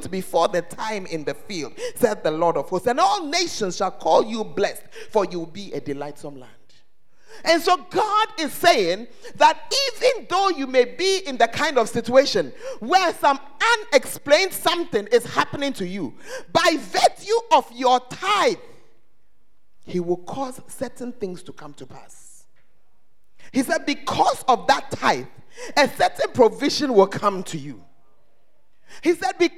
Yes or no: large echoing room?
yes